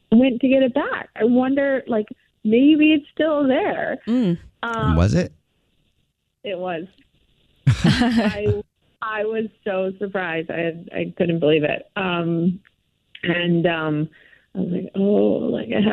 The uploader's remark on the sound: Phone Prank